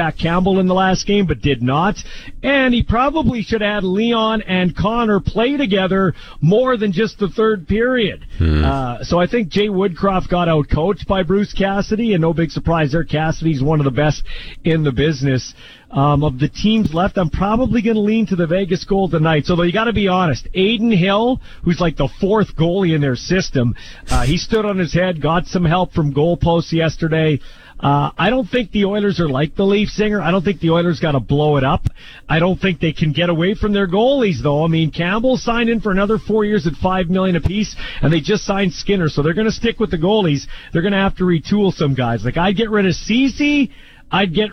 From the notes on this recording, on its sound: LIVE at #Riders Training Camp in Saskatoon